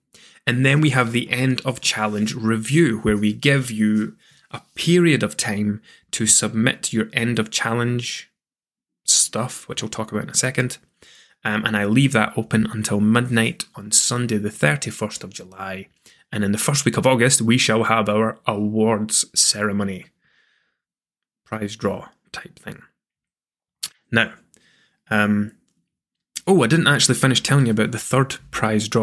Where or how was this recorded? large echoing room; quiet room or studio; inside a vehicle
quiet room or studio